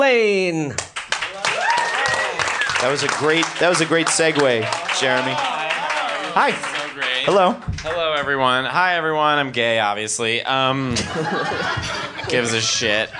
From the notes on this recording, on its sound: In this LIVE episode from Union Hall in Brooklyn.